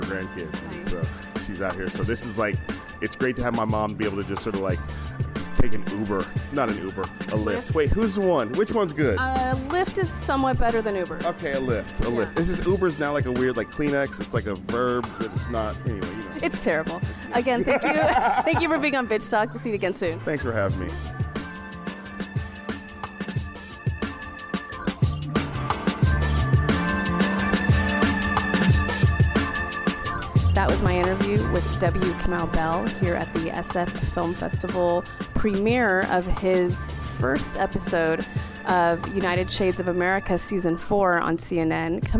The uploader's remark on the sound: On the SF Film Festival red carpet prior to his fourth season premiere of United Shades of America at the historical Grand Lake Theater in Oakland.